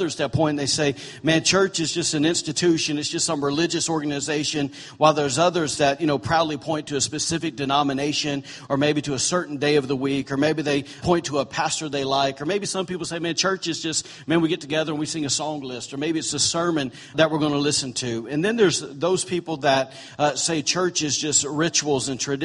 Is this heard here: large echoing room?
yes